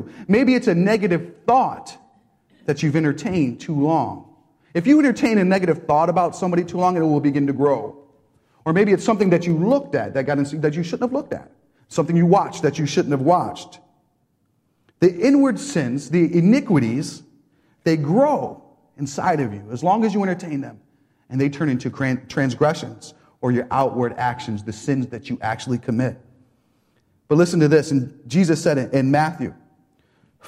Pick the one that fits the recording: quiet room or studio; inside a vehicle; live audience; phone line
live audience